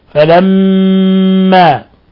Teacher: ميم مشددة في لفظ فلما تغن مقدار حركتين